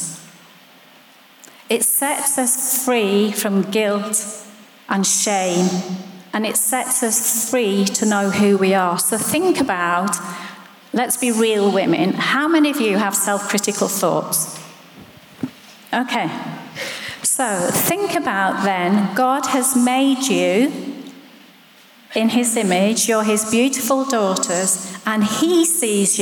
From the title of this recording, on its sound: Live at The Orchard Conference 2022